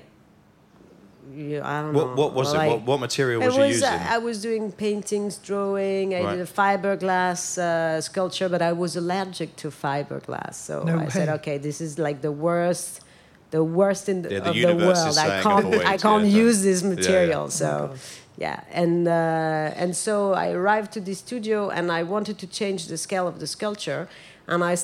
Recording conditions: live audience